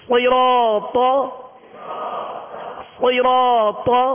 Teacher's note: طا پر زبر ہے بغیر کھینچے آواز اور منہ کھول کر ادا کریں گے اور طا کو پر پڑھیں گے حرف مستعلیہ میں سے ہے.